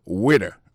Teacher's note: accent tombé sous le premier syllabe là